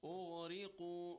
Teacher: ghain and qa, both of them are tafkhim